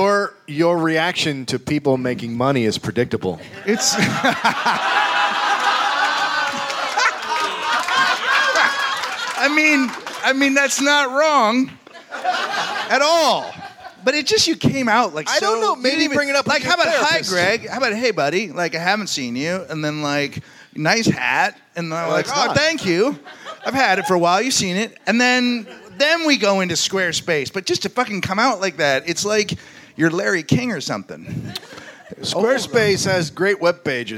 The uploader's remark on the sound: Live from LA Podfest